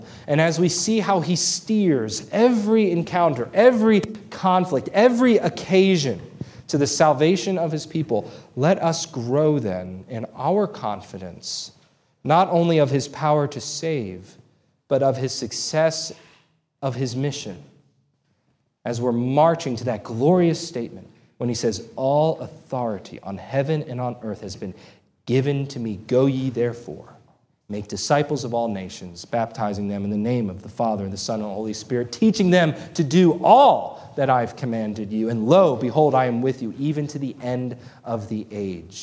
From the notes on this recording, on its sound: This sermon was preached on May 14, 2023 at Antioch Presbyterian Church. A mission work of Calvary Presbytery of the Presbyterian Church in America located in Woodruff, South Carolina.